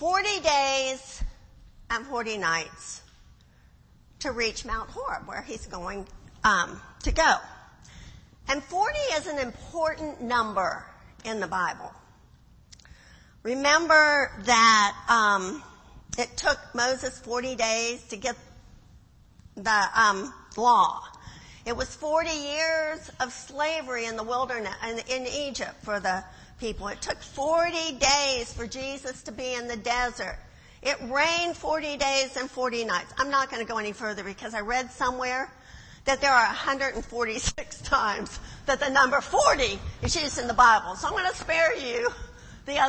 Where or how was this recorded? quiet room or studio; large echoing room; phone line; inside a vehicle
large echoing room